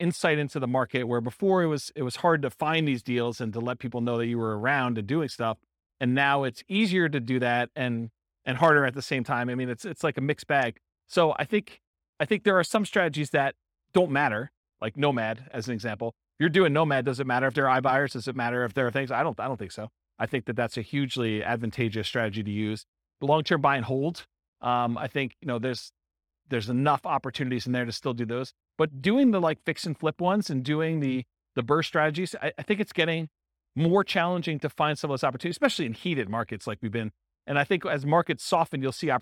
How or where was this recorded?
live audience